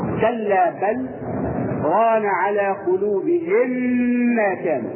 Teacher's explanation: ندخل الميم الساكنة الأولى في الميم · Term: الإدغام الشفوي